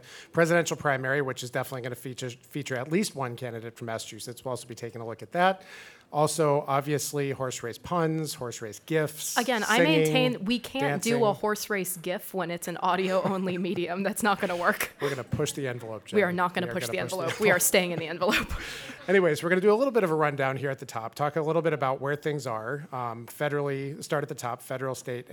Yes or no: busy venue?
yes